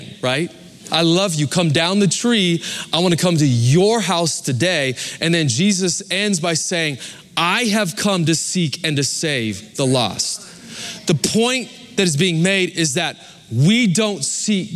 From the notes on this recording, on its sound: Recorded live at Capital Church, Meridian, Idaho